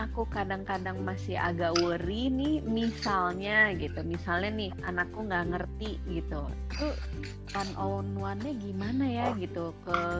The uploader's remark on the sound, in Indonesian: Masih rekaman jarak jauh, tapi kali ini, mereka kedatangan tamu dari jauh.